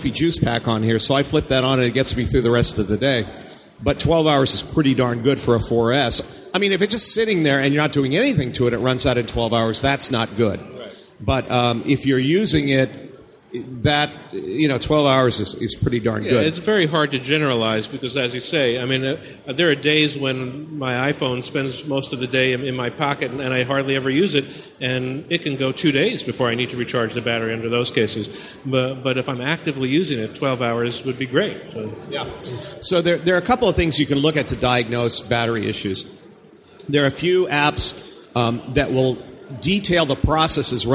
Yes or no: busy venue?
yes